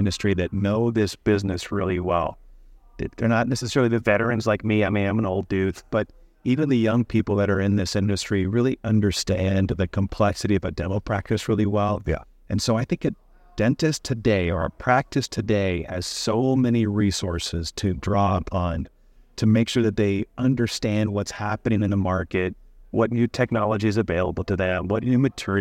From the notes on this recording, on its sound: recorded at the Dental Trade Alliance meeting